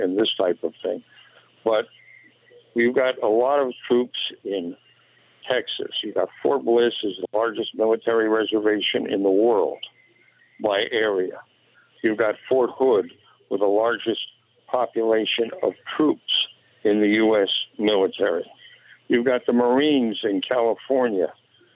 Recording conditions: phone line